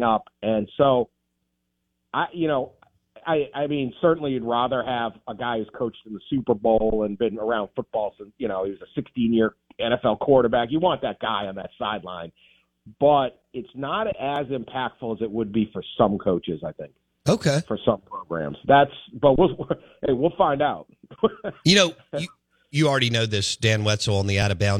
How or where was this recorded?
phone line